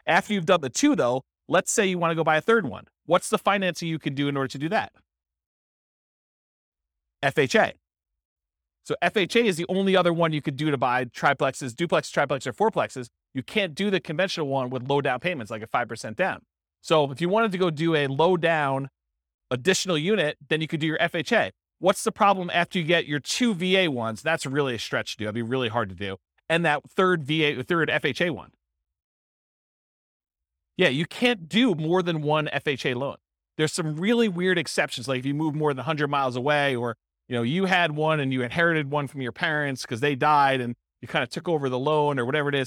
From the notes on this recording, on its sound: This was a live class recorded